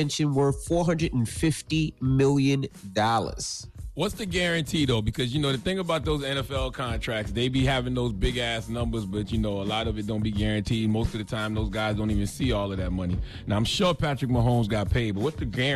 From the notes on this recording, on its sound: We opened up the phone lines to see what our listeners thought about it. Also, we opened up the phone lines to see if people would still want to defund or abolish the police after the shootings that happend this weekend.